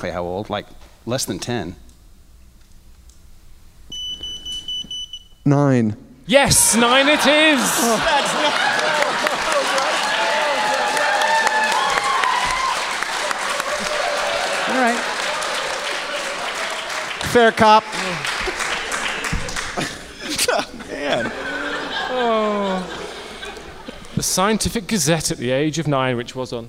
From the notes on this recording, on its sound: LIVE from the Biltmore Hotel in Providence, RI on August 22, 2015!